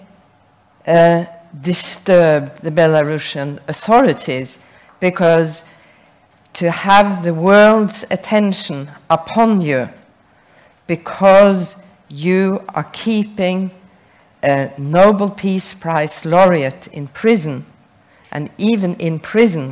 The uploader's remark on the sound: Recorded at the Nobel Peace Center Saturday 8 October 2022.